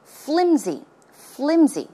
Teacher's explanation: It's not pronounced with an S sound, but it's closer to a Z sound.